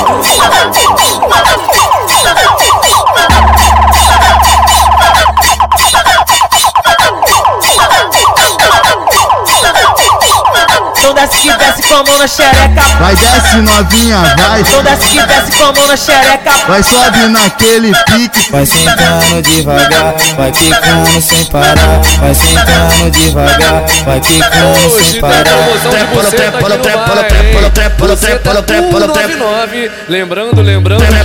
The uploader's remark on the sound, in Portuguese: MEGA AO VIVO NO BAILE DO CDB